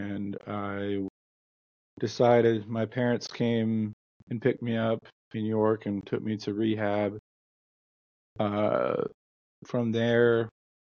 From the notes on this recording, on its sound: I encountered challenges with my video conferencing app, leading to frequent crashes during recording. If you noticed any delays in my responses, it was a result of these technical issues.